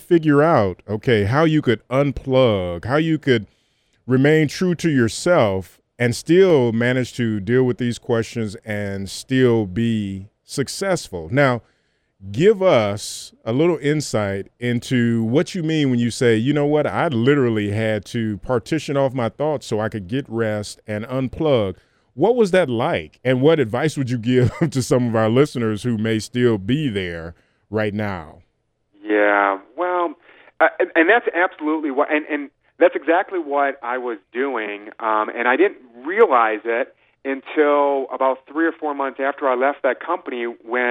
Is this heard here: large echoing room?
no